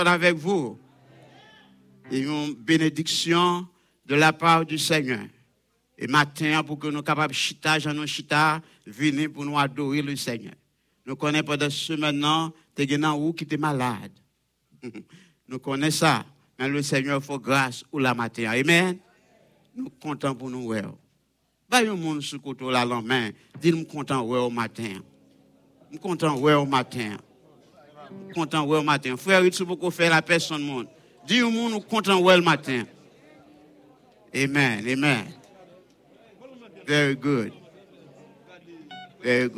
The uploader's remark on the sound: Sunday Service Live